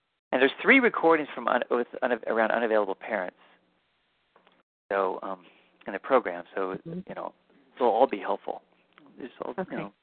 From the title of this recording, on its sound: Live Q&A Calls